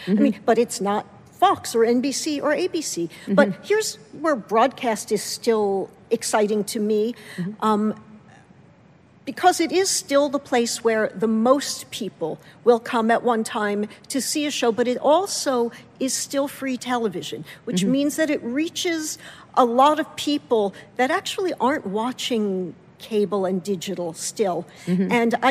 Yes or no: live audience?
yes